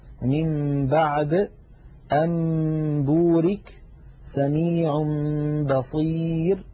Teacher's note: نلاحظ الحكم الثالث القلب هو في اللغة تحويل الشيء عن وجهه، واصطلاحا هو قلب النون الساكنة أو التنوين عند الباء ميما مخفاة بغنة